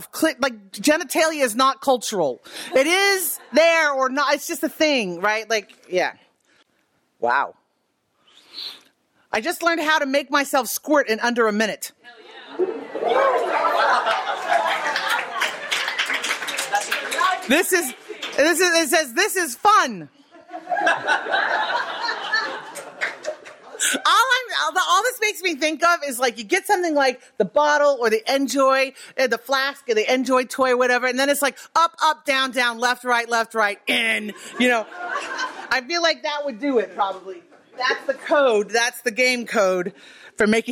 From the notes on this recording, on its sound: Recorded in March 2023 at our Berlin show.